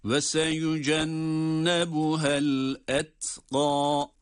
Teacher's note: Durursak ve seyücennebuhel etka diye met ile dururuz.